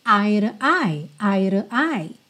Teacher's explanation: É muito interessante você aprender a ouvir também essa preposição to como r, r, porque muitas vezes ela vem só como uma palavrinha de ligação. Então, ao invés de dizer eye to eye, você diz eye to eye, eye to eye.